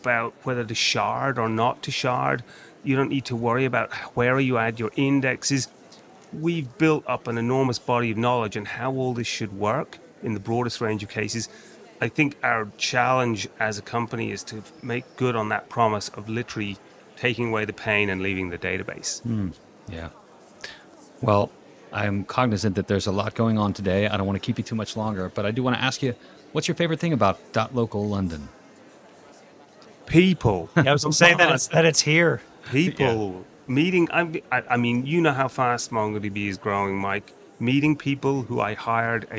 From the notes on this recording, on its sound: The latest .Local was held on November 9th, 2021 at Evolution, London. Recorded live at the event.